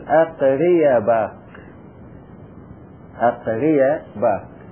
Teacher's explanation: فمثلا أقري، وبعدين هذا خففنا أقرأ، الهمزة الأولى خففنا قلنا أقري، ثم ننقل إليها حركة الهمزة الثانية · Term: ننقل حركة الهمزة